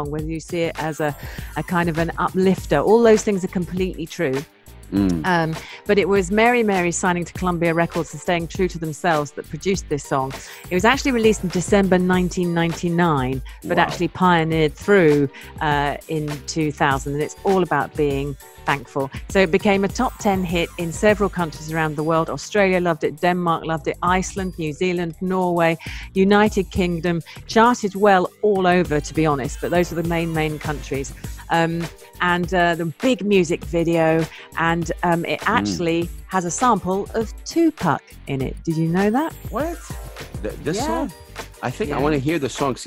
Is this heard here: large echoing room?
no